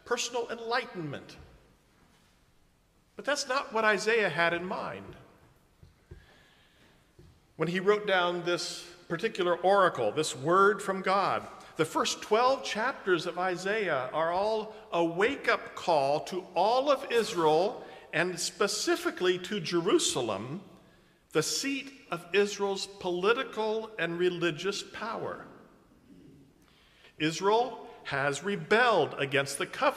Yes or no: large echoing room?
yes